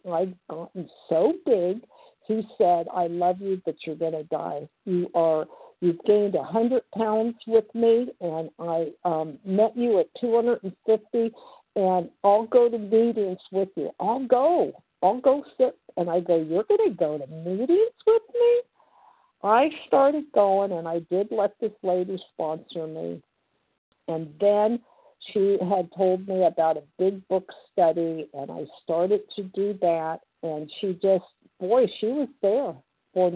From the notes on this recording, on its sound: 100 Pounders Phone Meeting.